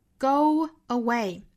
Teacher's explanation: go 和 away 放在一起 go away 需要加一个 w